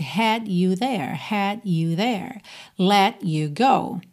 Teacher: quando eu junto uma palavra em D com you, geralmente a gente vai ter o som do, como se fosse um DJ